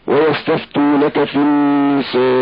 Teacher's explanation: توسط بالسكون يعني أربع حركات